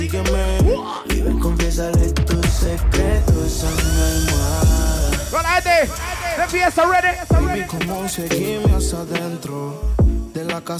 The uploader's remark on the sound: LIVE AT CARTAGO BAR NEW YORK